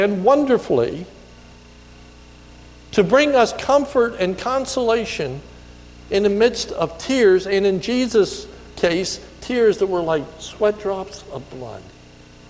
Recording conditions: large echoing room